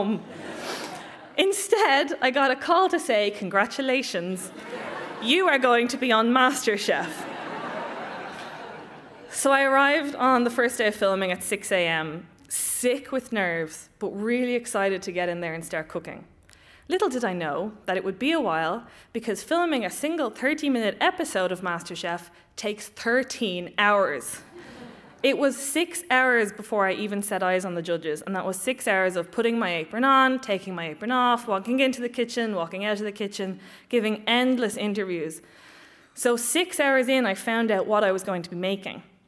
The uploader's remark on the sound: Recorded live at The Abbey Theatre, this is the first of a two part episode bringing you highlights of The Dublin Story Grand Slam 2018.